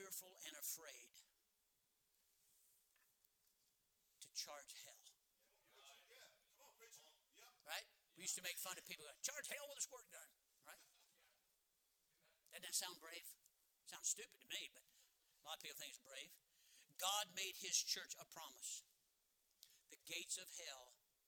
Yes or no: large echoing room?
yes